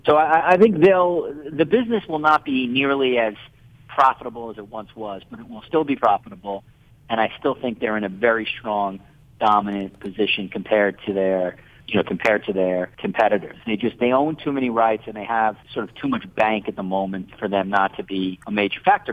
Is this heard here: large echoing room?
no